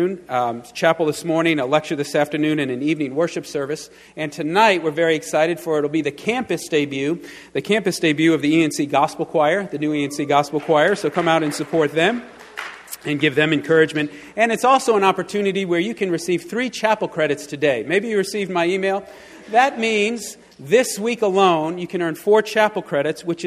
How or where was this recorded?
large echoing room